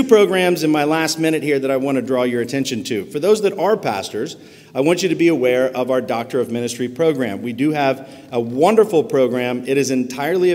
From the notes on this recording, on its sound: gives the Keynote Address at the 2023 Meadowview Reformed Presbyterian Church Mission Conference.